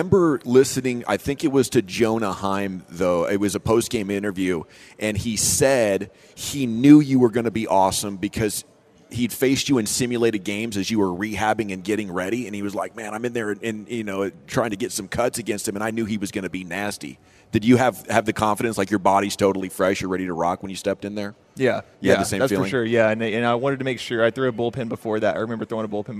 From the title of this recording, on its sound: live from the Texas Rangers Toy Drive